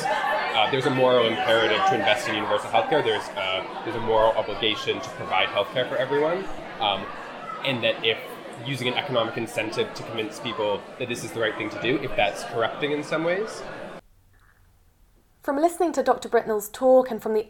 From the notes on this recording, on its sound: Recorded at the 4th Annual Rhodes Healthcare Forum